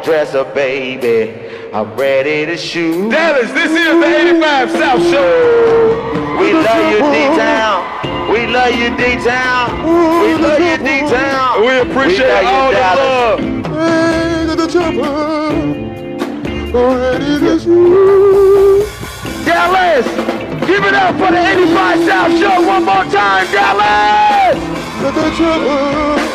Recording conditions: live audience